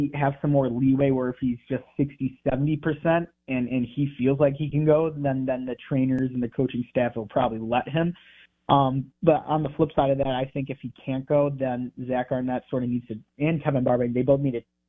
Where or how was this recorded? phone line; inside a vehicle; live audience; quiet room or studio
phone line